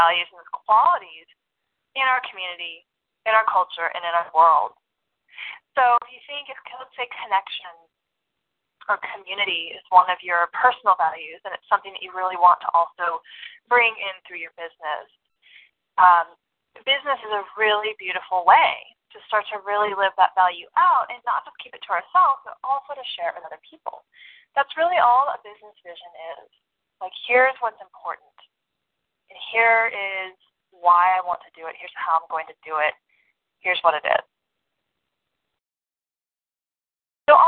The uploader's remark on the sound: First live call for Cash Flow Generator Course Attendees